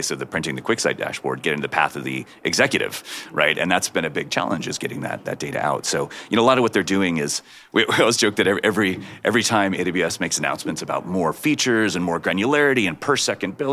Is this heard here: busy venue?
yes